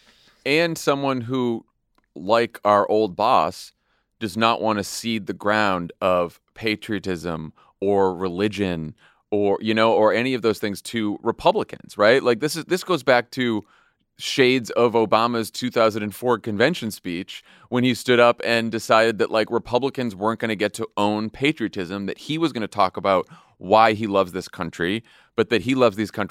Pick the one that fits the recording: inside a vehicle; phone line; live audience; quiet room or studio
quiet room or studio